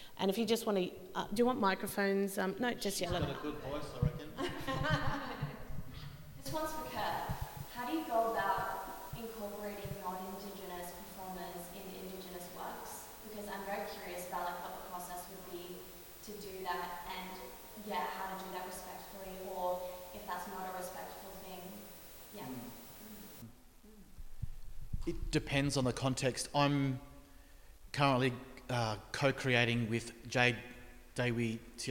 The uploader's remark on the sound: Presented by NORPA in partnership with Southern Cross University and Koori Mail. This is a recording of a panel discussion as part of the Flow events program.